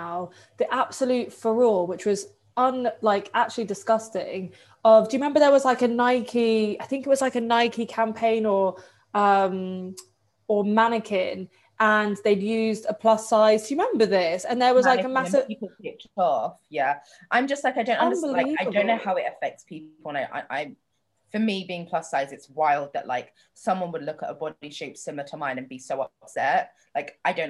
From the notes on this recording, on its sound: THIS EPISODE WAS RECORDED VIRTUALLY OVER ZOOM - AUDIO QUALITY IS AFFECTED (SORRY!)